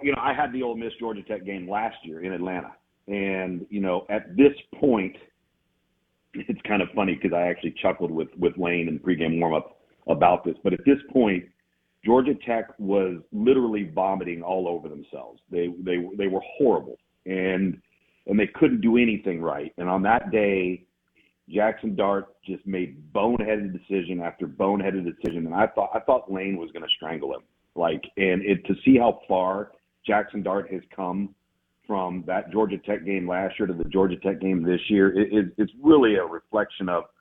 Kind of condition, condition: link, phone line